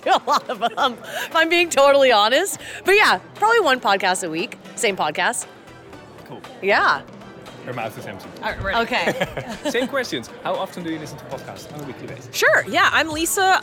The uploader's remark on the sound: Live from Podcast Movement in Las Vegas